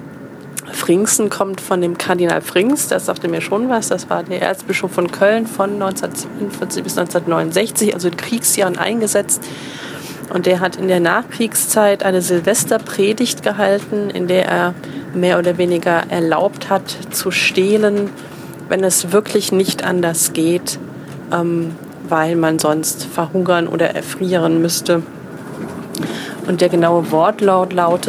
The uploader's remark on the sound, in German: Eine Midi-Folge (quasi) live aus dem Zug (mit Durchsage und zwischenzeitlicher Ortsunkenntnis).